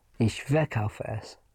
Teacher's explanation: Ver is not a detachable prefix. You do not put any stress on it.